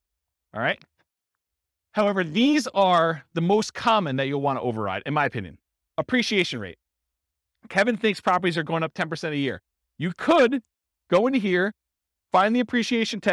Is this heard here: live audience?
yes